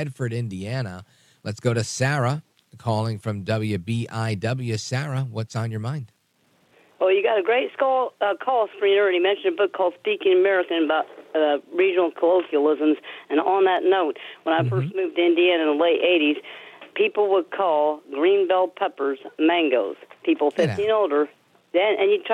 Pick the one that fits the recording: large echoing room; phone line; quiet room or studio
phone line